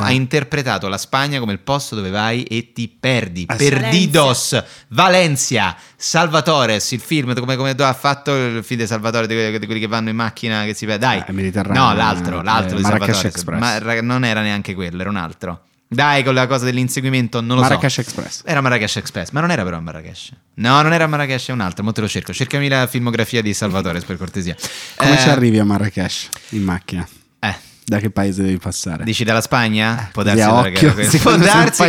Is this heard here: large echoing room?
no